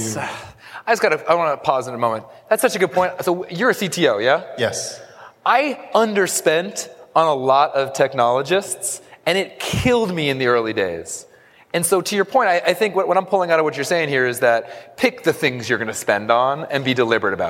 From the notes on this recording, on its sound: we take you to the SaaStock on Tour New York stage for what was one of the most entertaining and well-received panels on the day